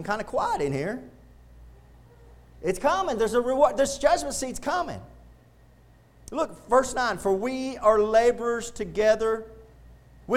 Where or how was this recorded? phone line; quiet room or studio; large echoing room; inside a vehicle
large echoing room